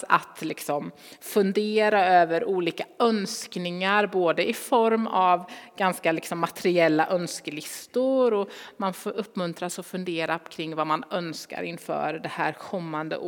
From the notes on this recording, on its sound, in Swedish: Inspelning från Immanuelskyrkan Skövde.